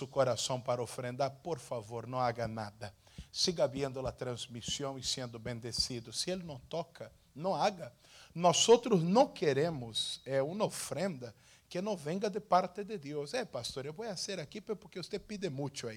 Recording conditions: large echoing room